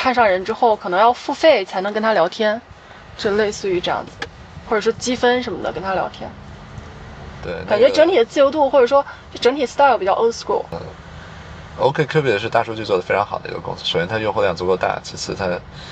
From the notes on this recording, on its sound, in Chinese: 后面每个话题都是纯临场，连大纲都没有。因为边开车边录的，有点吵……已经尽量降噪啦，下次有室内录制！